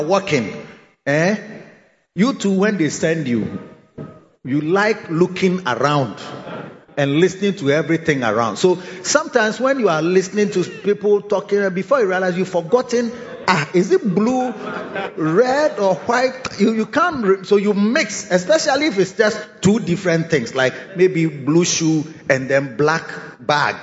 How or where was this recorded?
large echoing room